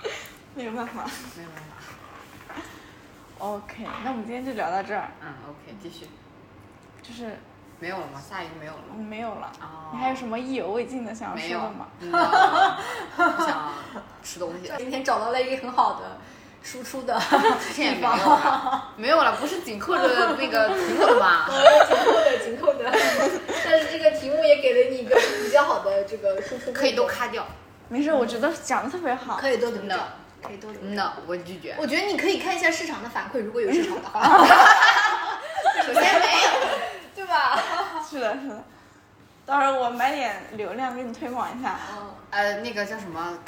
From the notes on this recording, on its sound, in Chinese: 第一期录制和剪辑都很粗糙